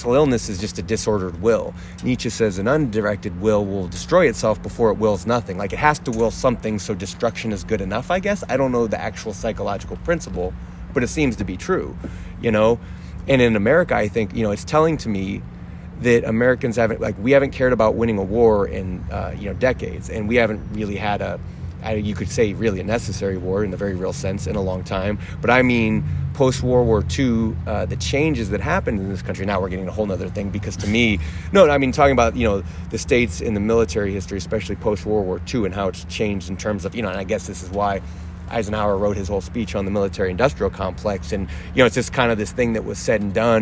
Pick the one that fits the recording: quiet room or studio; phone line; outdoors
outdoors